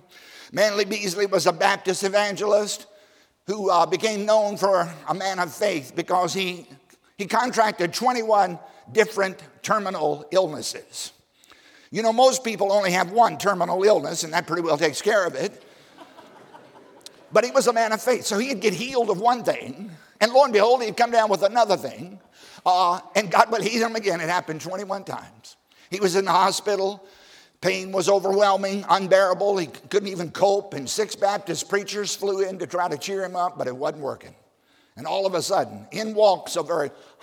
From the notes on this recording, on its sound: during the 2020 Spiritual Awakening Conference at Baptist College of Ministry